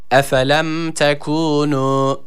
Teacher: Burada tekunu kelimesindeki hem kef harfini hem de nun harfini birer elif miktarı uzatıyoruz.